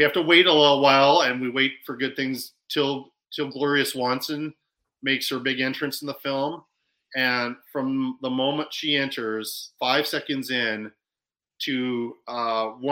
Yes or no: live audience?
no